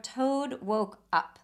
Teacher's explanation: we have the O sound of woke, although we have that plosive at the end there